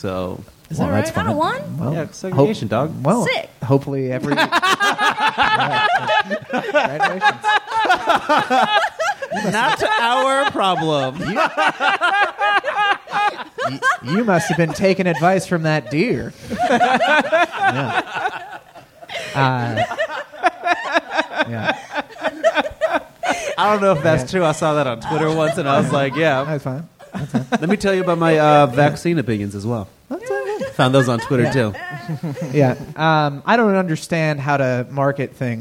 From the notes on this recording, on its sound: This live talk show is recorded in front of a human audience at 6:00 PM on Sundays at Chameleon in Northside, Cincinnati.